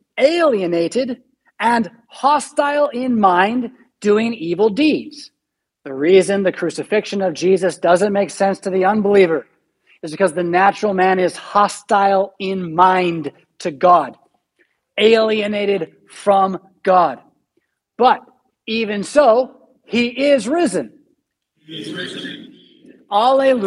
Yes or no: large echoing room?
yes